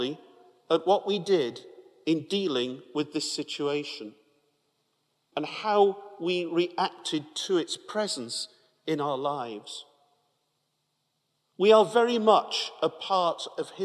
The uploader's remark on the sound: At a special Mass for carers at Newcastle Cathedral